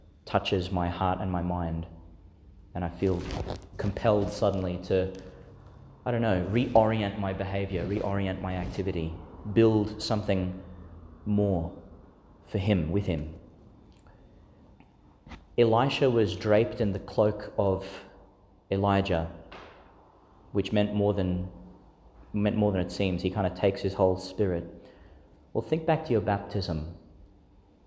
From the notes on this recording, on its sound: Delivered in St Agnes Church, Agnes Waters, Qld.